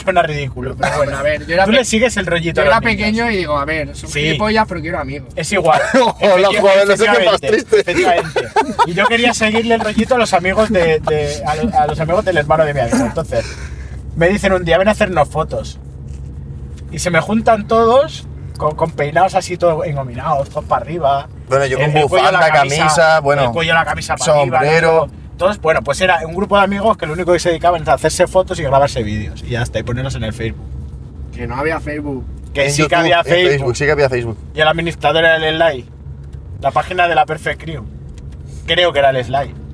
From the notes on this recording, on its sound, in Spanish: grabado en el coche mientras íbamos a alguna parte